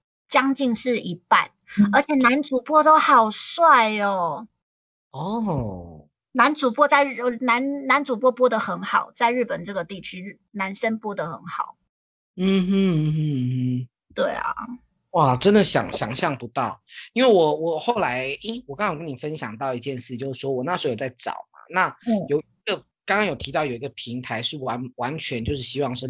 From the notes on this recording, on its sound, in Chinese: 這集節目是在2021年台灣新冠肺炎最嚴重，全國三級警戒的時候錄製的。用skype錄製，聲音還行。在線上對談。